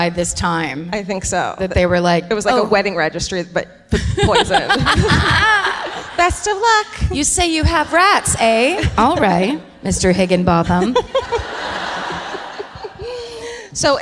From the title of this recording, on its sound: Live at Albert Hall in Manchester